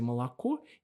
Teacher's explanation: В русском языке, когда вы говорите «молоко», неударные слоги редуцируются